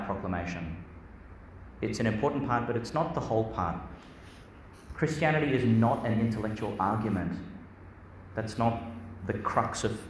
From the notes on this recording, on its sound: Homily for Easter Friday in the Octave, delivered in Our Lady Star of the Sea Church, Gladstone, Qld.